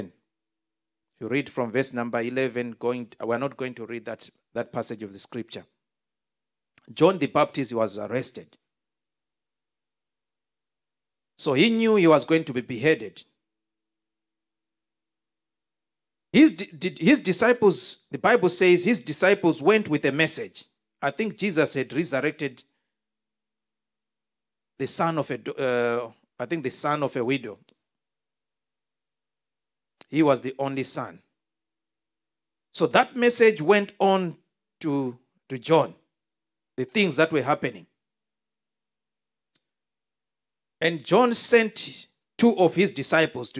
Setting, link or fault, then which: setting, large echoing room